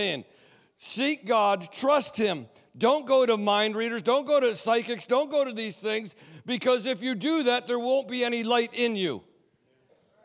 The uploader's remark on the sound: Sunday Service Recording